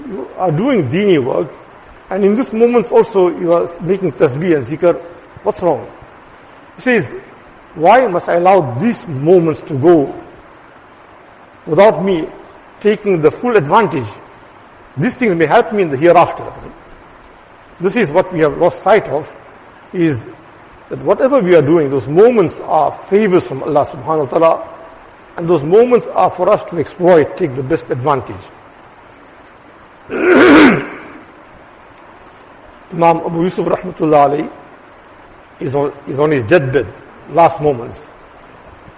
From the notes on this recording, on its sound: Jumuah lecture